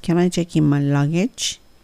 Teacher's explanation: Yes, no question なので語尾はあげます